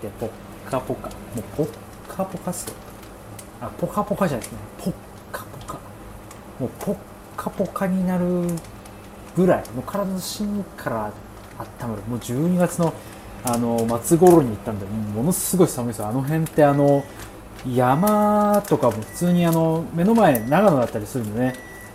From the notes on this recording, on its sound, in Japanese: うどん煮込み中。おっきりこみを作りながら収録してます。